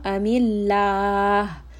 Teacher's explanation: Allah in this case is going to be light. The letter before has kasra.